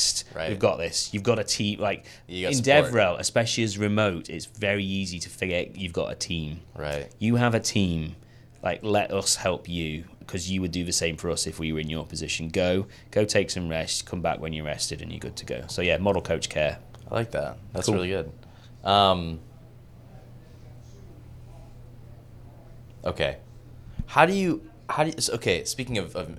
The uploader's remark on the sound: We recorded this episode at GitHub Universe 2022 in San Francisco.